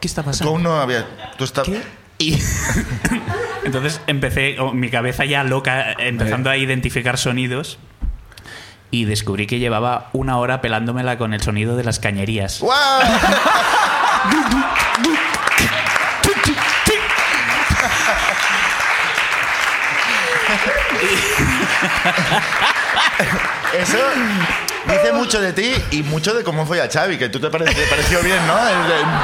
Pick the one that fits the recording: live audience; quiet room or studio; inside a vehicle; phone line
live audience